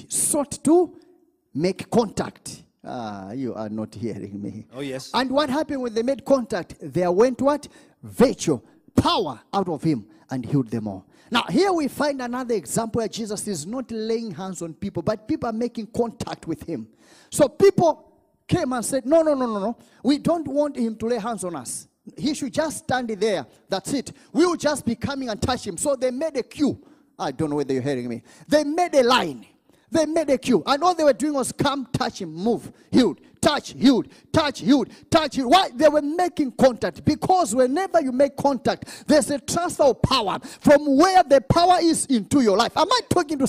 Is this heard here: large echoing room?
yes